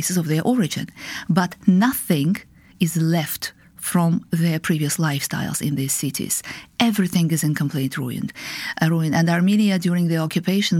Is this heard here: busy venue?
no